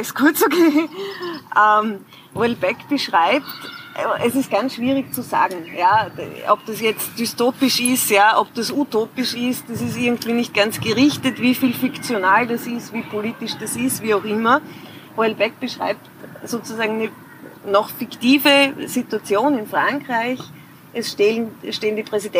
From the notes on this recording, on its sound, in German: Eine Aufnahme aus dem Philosophischen Cafe in der Sargfabrik, Wien.